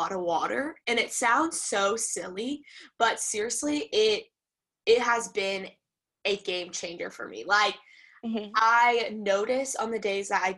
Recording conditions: video call